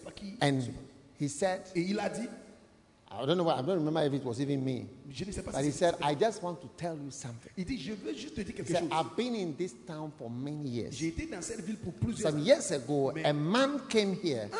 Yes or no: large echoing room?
yes